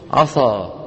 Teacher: إذا فخمنا السين شو بتصير؟ عصى